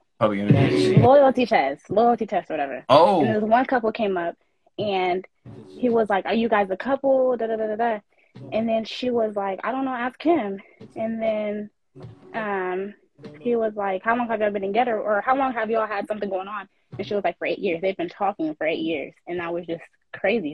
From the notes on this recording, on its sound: episode done on instagram live